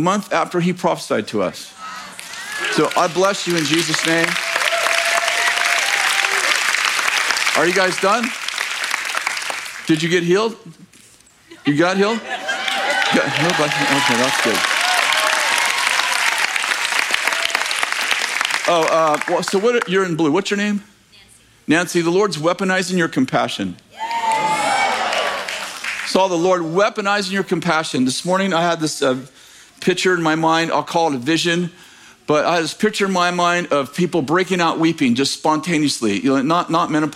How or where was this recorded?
large echoing room